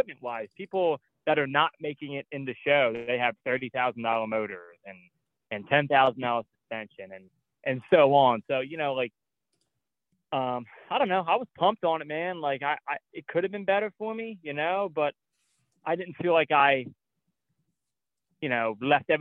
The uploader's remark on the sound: We had some technical difficulties with our guest, so we called up